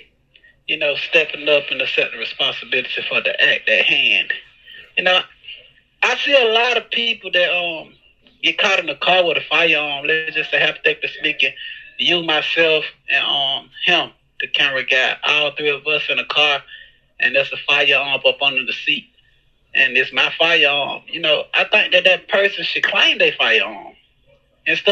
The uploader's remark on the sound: Phone Interview